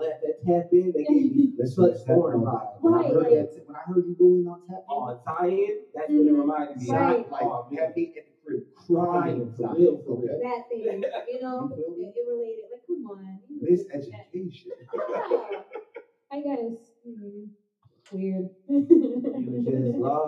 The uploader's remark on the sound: Please be advice due to technical difficulties sound in volume may vary.